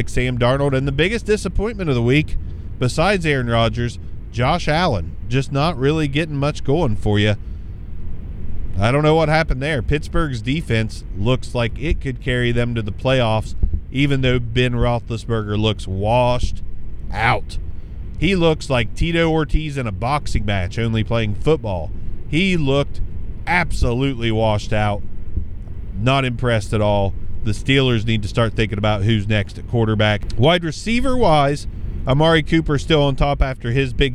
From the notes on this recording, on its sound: hop in the car with me